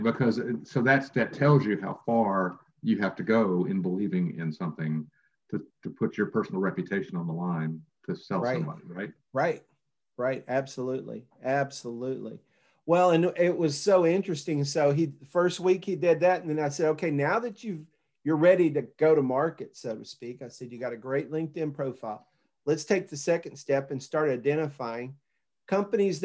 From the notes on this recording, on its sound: Zoom video interview